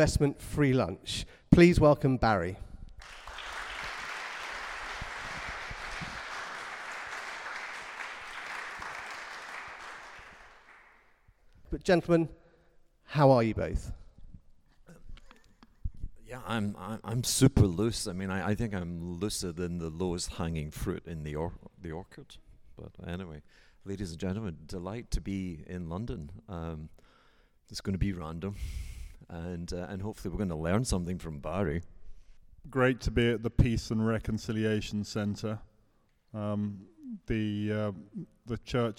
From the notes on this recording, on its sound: This episode was recorded in front of a live audience at St Ethelburga's in the City of London.